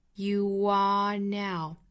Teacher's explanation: 有一个元音加元音的连读，这里面加一个小小的半元音